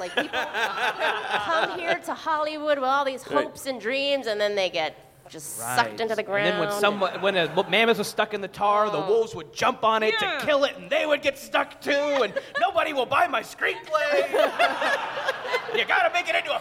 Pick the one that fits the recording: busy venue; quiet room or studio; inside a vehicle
busy venue